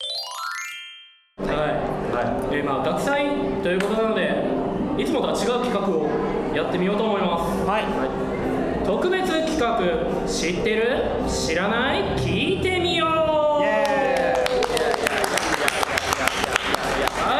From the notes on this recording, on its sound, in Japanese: 公開収録1日目の模様。3人で慣れない状況でおしゃべり。